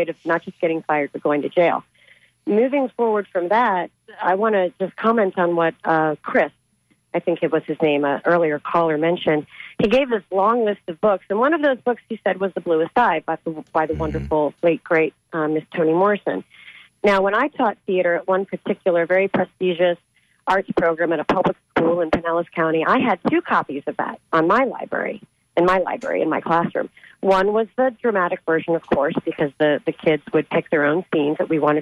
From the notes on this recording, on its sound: Unique magazine format call-in show.